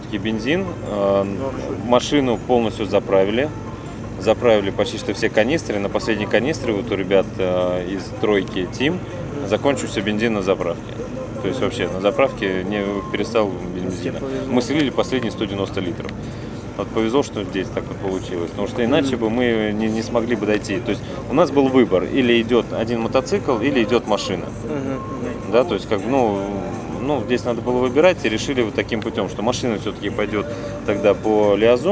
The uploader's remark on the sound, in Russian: Выпуск записан на территории Мавритании во время ралли-марафона AFRICA ECO RACE 2016.